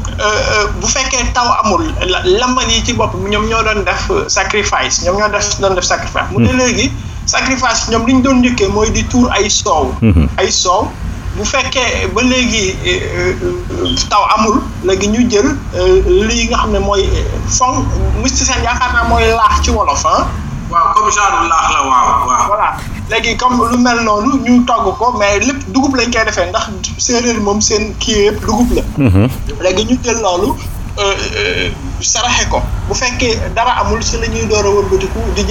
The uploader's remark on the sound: Listen again to our live interview with the Senegalese personality. Radio station : Seereer Radio. Location of interviewee : Fatick, Senegal. Medium : Audio recording. Our sincere apologies for the background noise.